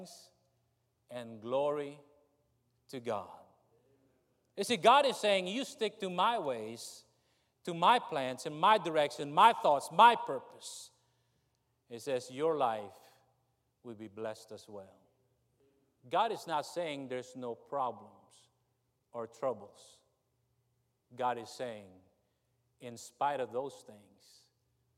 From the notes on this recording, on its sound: during the Wednesday Evening service on November 15, 2023, at North Valley Baptist Church in Santa Clara, California